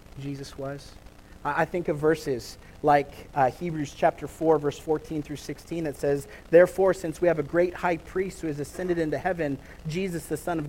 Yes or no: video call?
no